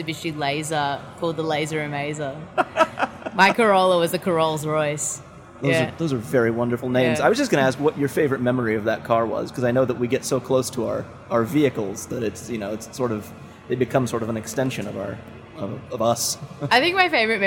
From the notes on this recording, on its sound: backstage at Lollapalooza